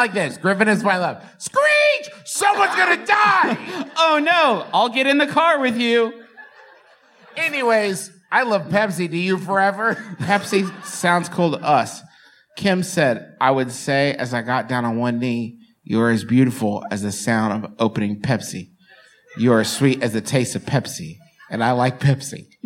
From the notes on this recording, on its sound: For one thing, it’s a live show, which is a strange thing to listen to. For another thing, it’s a selection of bits from two different performances aboard the JoCo Cruise, so it’s a little patchwork-y and disjointed.